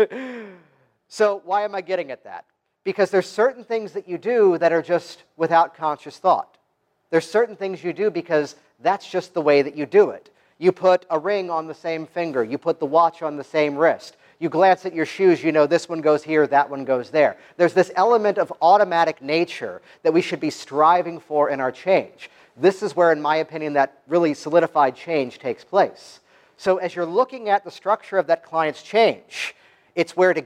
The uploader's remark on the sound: Virtually step into the audience of my featured talk from the 2017 Canadian Hypnosis Conference, an event that took place in late October and was held in Burlington, Ontario.